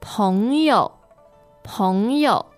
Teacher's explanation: second tone and neutral tone